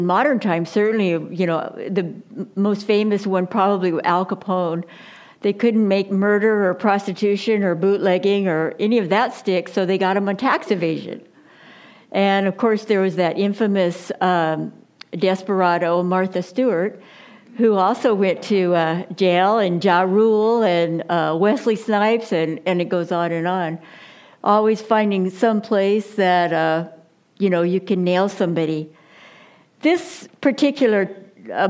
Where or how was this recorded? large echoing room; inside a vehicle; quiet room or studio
large echoing room